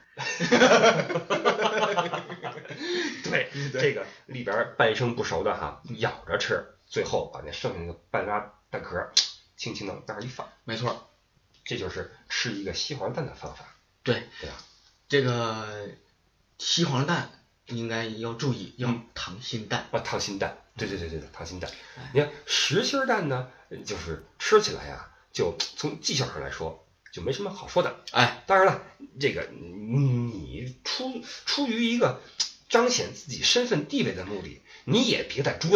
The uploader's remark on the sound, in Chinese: 本期备用话筒录音，音质多担待。